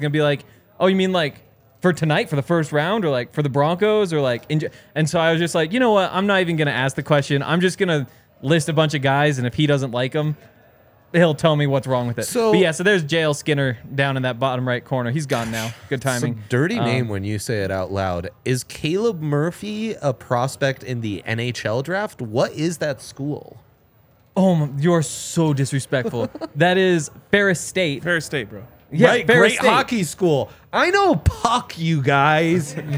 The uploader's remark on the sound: coming to you LIVE from the DNVR Bar